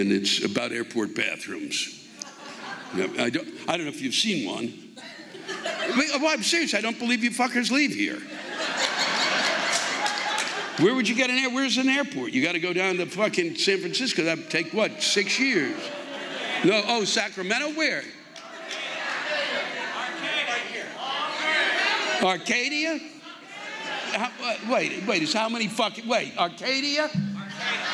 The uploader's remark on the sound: The live rants come from the shows at the Bear River Casino in Loleta and the Redding Civic Auditorium in Redding